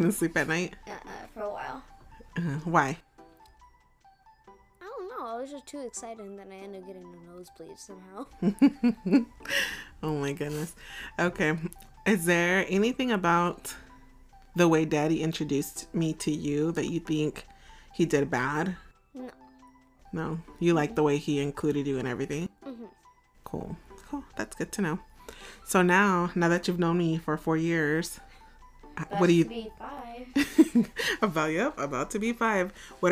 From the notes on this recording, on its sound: This episode contains audio levels that are all over the place. Kinda what happens when you record with your littles.